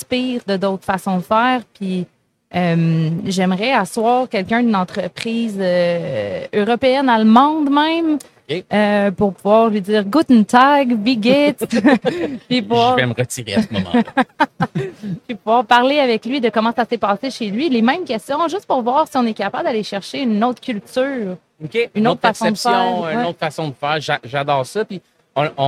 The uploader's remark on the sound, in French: En direct du Salon Industriel de Terrebonne